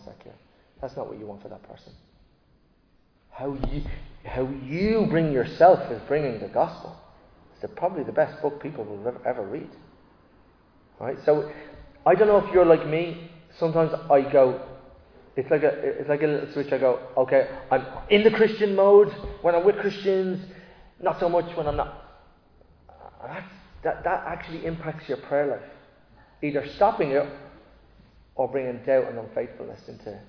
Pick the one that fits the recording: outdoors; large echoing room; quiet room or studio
large echoing room